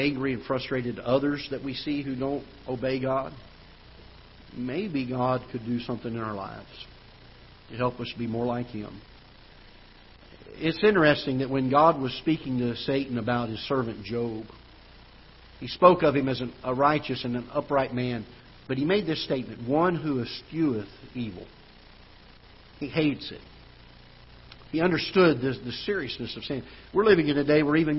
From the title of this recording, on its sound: Ketha Heights Baptist Church ~ Live Broadcast